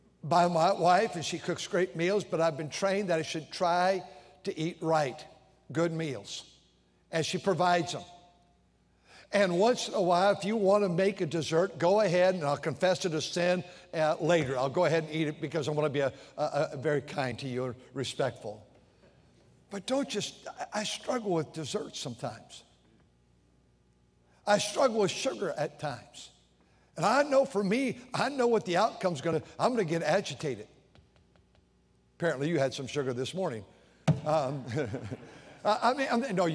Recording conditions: large echoing room